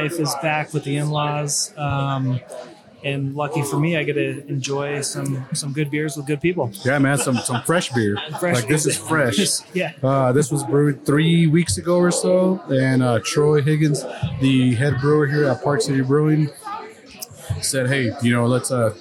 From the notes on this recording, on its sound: In this episode we recorded live in the tap room of Park City Brewing Company for the release of; Salt City Haze.